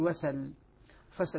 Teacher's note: حركة الهمزة ألقيت على السين وحذفت الهمزة · Term: النقل